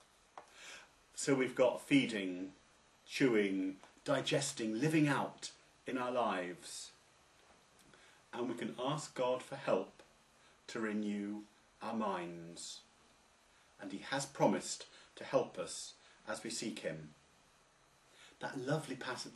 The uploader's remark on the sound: It was originally preached on Sunday 4th October 2009, at St James Church, Styechale, in Coventry, England.